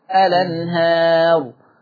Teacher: الأنهار أدي الهمزة قبلها لم ساكنة، يبقى هشيل الهمزة واخد الفتحة واحطها على اللام فتبقى الأنهار. · Term: حكم النقل